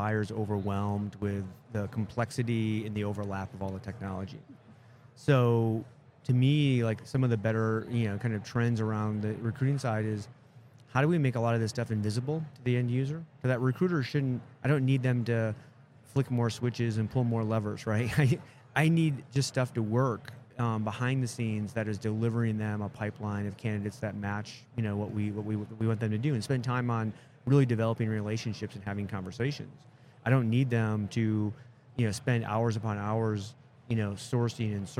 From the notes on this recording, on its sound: Live at the HR Tech 2022 conference